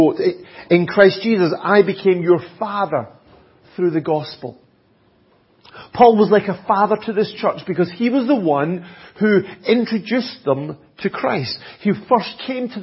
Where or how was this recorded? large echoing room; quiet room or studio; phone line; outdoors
large echoing room